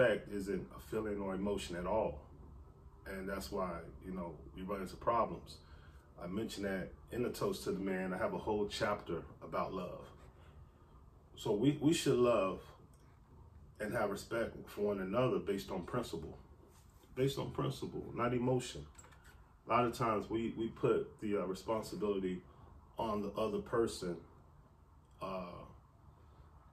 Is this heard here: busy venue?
no